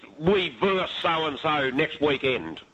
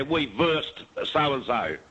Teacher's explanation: drop that last syllable off the word versus